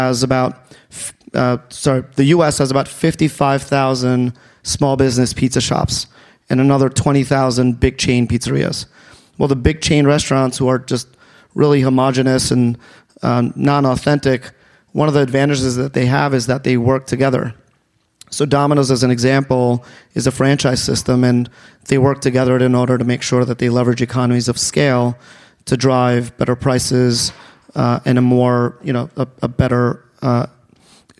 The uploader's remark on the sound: For a panel discussion. A robust Q&A from the live audience.